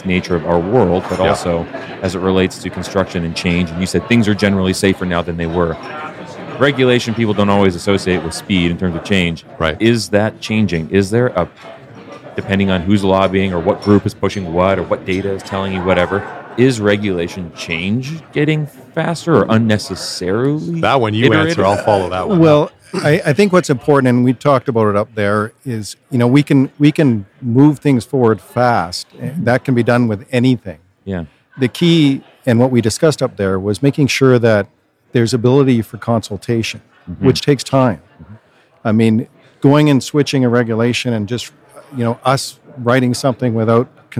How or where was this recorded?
busy venue